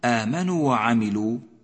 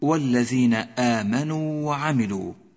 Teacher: إياك أن تبتر حرف المد من القراءة، أي لا تسقط حرف الواو من النطق في كلمة آمنوا · Shown in: second take